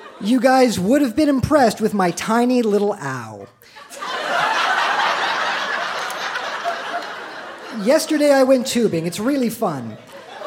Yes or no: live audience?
yes